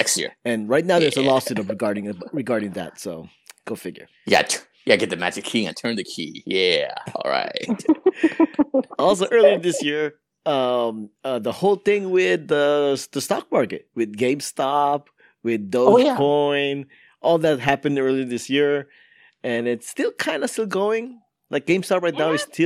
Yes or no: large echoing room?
no